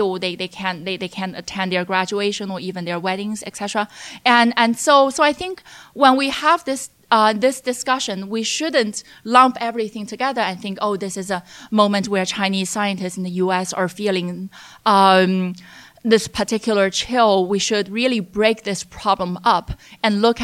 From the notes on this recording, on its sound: Live at NEXT China. In a show taped in front of a live audience at SupChina’s NEXT China conference.